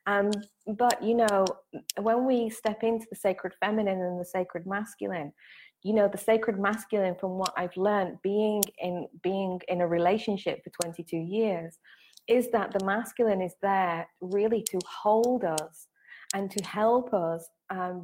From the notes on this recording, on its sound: This episode was taken from a Facebook Live